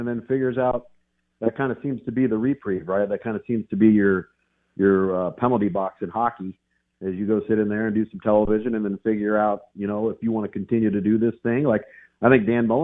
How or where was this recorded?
phone line